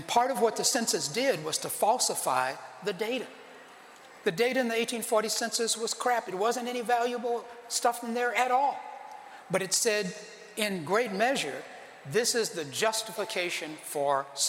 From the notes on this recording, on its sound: Central Texas African American Family Support Conference. Audience reaction to the information and personal testimony they shared.